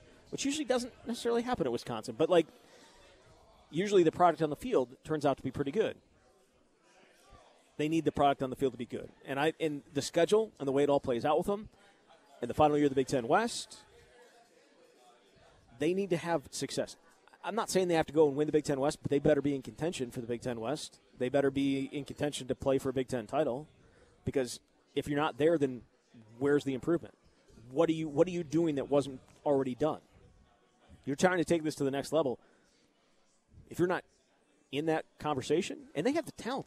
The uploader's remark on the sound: Live from Monk's in Sun Prairie.